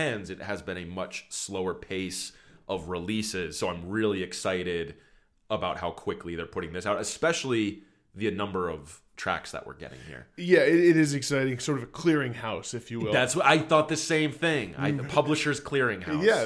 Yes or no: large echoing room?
no